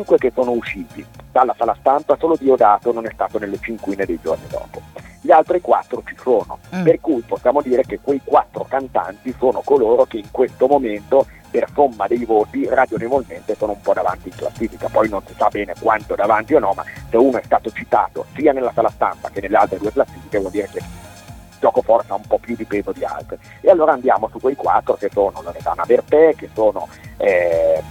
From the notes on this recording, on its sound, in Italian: Nell'ultimo collegamento telefonico dedicato al Festival di Sanremo.